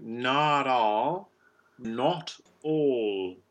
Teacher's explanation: back to back the open O of all preceded by the backwards A of not. So you can compare those two rounded vowels.